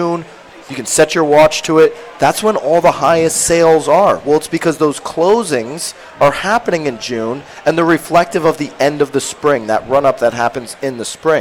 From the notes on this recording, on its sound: LIVE from the 43rd Annual Home & Garden Show! Live from the 43rd Annual Home & Garden Show at Mohegan Sun!